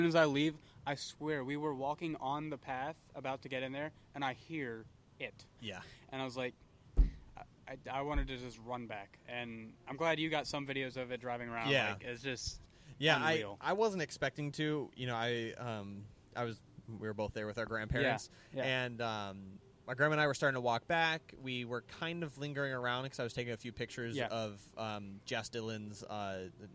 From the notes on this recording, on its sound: This episode was recorded at a "New event" I am trying to start. Call it an informal gathering of enthusiasts.